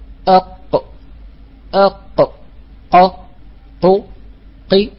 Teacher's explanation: القاف تخرج ما بين أقصى اللسان مع ما يحاذيه من الحنك الأعلى من المنطقة الرخوة، وهي المنطقة كما قلنا القريبة من اللهات. · Term: مخرج القاف